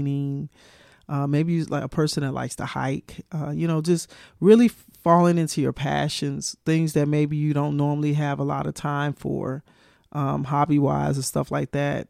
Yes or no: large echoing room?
no